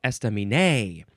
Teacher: It looks like those first three syllables, none of them get emphasized more than the others. Estaminé. It is spelled E-S-T-A-M-I-N-E-T.